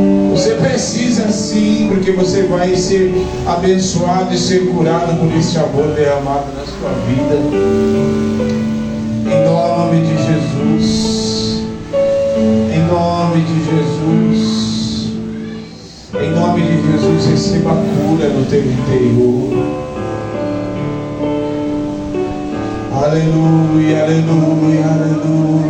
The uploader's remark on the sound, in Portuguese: Culto gravado no dia 29/10/2023 na Igreja Desfrutar do Amor de Deus em São Paulo. CampoLimpo.